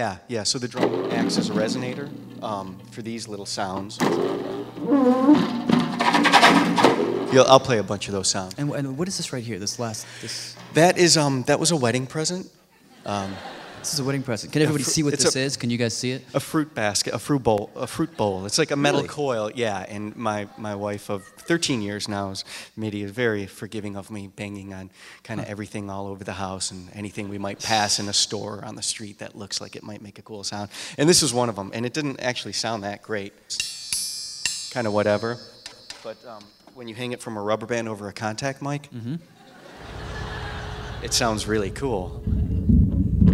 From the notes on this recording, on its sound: Their performances were recorded live at our Curious Sounds concert earlier this month in NYC.